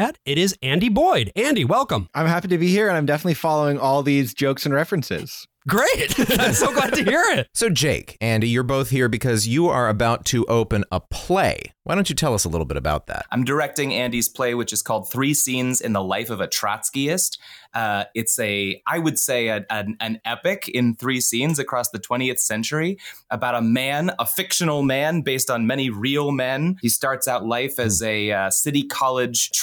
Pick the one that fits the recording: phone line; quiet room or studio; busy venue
quiet room or studio